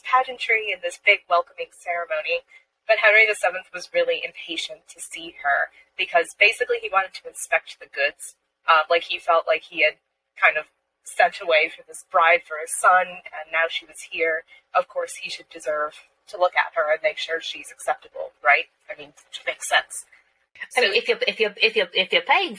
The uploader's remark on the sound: We would like to apologize for the compromised audio quality of this episode.